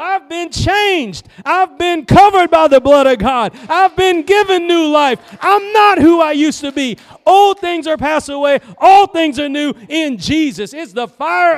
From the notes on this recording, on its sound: Preached at Gospel Lighthouse in Bossier City, La.